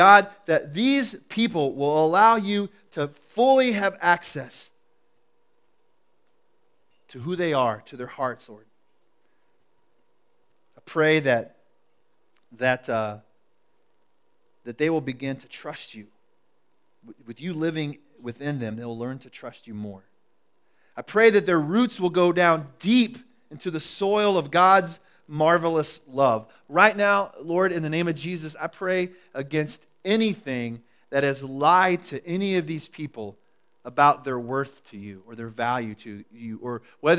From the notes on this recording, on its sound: Recorded at The Calling Community Church located in Platte City, Missouri.